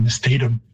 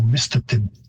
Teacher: And you've got a stress shift because English tends to like, many words are stressed on the second last syllable, so you get Mistatum. And the Cree stress or pitch system would have a higher pitch on the first syllable · Shown in: second take · so Mistatum.